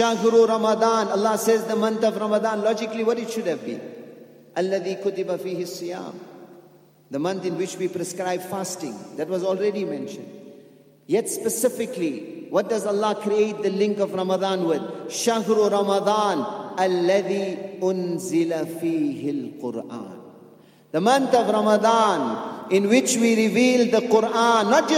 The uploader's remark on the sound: at the Houghton Masjid (West Street)